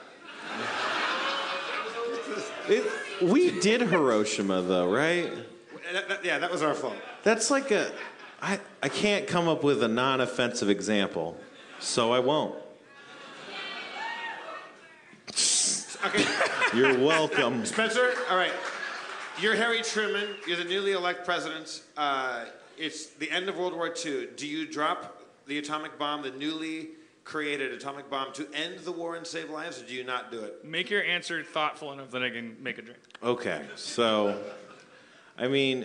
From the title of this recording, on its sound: LIVE from The Tin Roof in San Diego